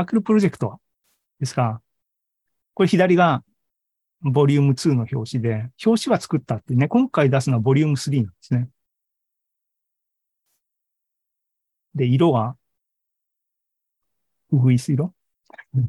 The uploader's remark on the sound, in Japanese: ２０２３年４月２６日に開催した ZOOMライブの模様です